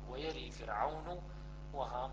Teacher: إذا حمزة والكسائي ويرى بالإمالة المحضة الواضحة